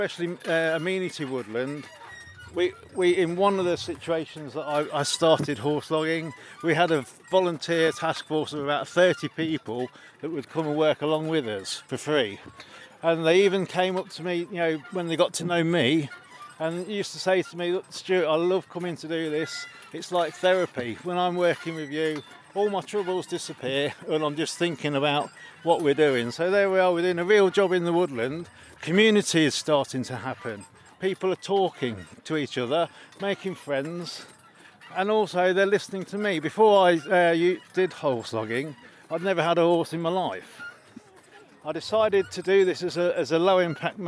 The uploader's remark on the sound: At the Timber Festival this summer in Leicestershire. At the Timber Festival this summer in Leicestershire.